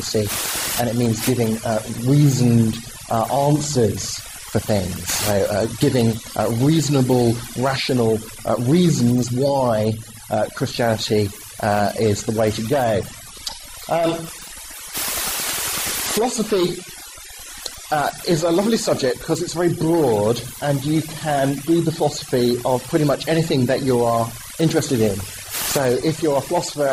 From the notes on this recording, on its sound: Talk and extended Q&A time at Sussex University, February 2010. With apologies for the below par audio quality.